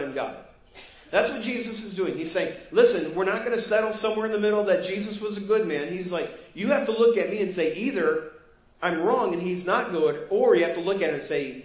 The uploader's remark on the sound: Preached at First Baptist Church of Hazel Park